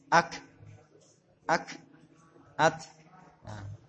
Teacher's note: huruf kaf dengan ta. Ada angin, tidak mantul.